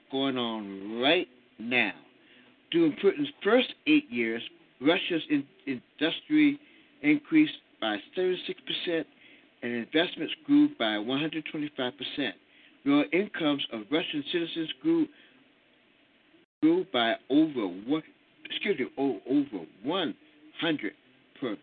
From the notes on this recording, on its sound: your phone calls